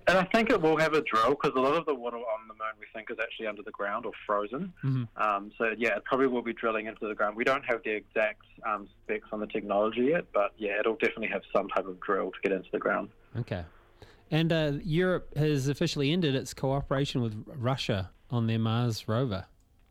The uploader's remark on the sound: jumps on the phone